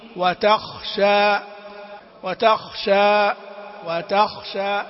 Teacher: تبين ويبين ما فيها من همس حتى لا تنقلب إلى غين